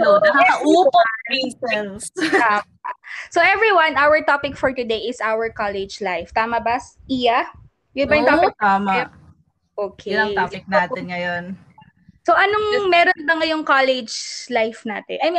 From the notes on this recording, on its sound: Please bear with us sa audio ng episode na ito, alam nyo naman ang internet connection sa Pinas!